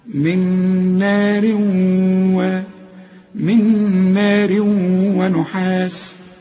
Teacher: هي نار تنوين وبعد واو اللي هو من حروف الإدغام، واسمعها كأن الواو عليها الشدة